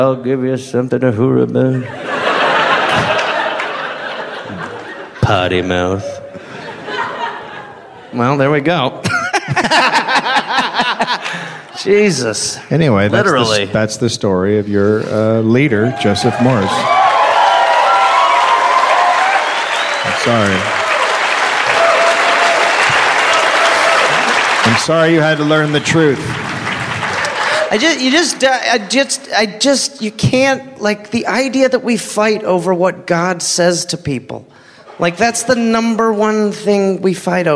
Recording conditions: live audience